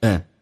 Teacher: And 不被强调，可以直接弱化成一个鼻音，就变成嗯。And buy me some painkillers.